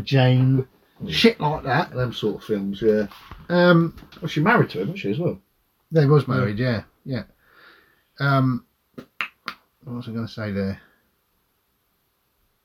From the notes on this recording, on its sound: WARNING - Crappy Audio on this particular episode. Complete malfunction of all technologies.